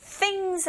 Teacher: 윗니 아랫니 사이의 혀가 밖에서 안으로 긁혀지는 그런 모양으로 발음하시면 되고